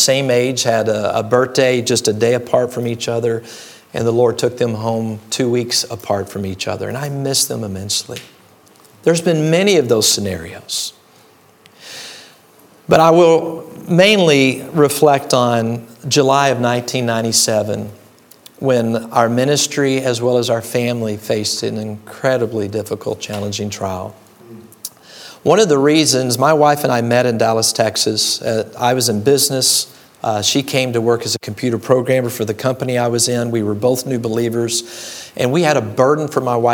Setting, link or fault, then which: setting, large echoing room